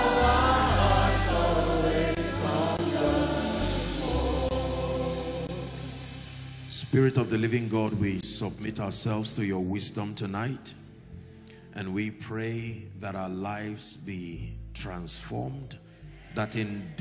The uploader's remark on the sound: Accelerate Conference 2023 ||The Elevation Church|Lagos-Nigeria